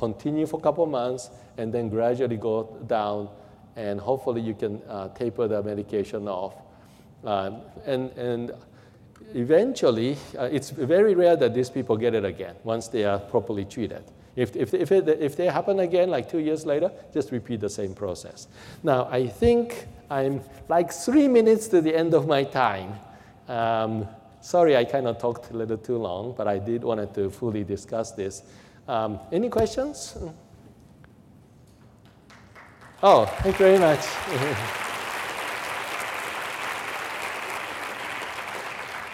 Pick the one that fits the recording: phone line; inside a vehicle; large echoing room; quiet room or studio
large echoing room